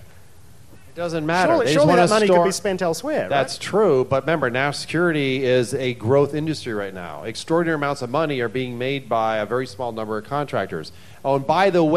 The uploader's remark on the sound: Panel recording, Splendour in the Grass. This is a recording of a panel I hosted at the Splendour in the Grass music festival forum.